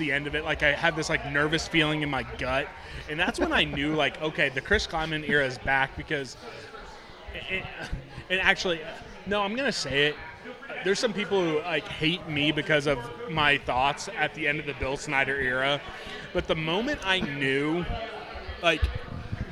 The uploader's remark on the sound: live from Manhattan Brewing Company